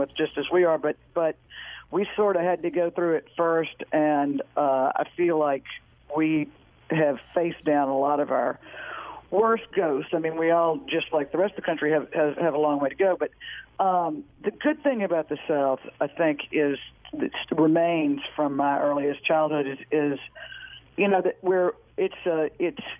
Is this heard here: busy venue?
no